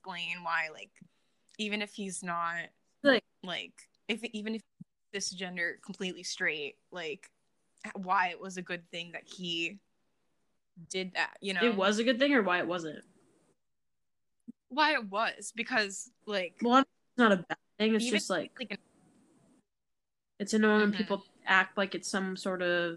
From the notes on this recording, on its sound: audio not perfecto